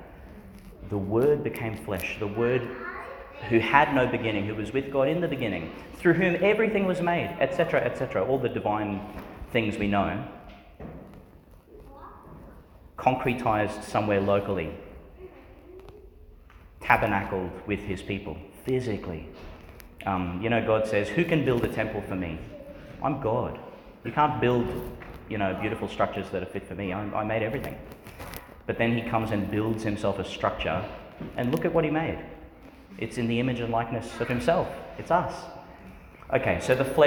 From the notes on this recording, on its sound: Homily for Ascension Sunday, delivered in St Peter Chanel Church, Tannum Sands, Qld.